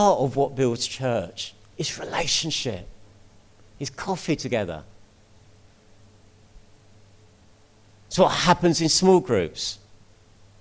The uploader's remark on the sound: At King's Church, Cockermouth, as an audio file.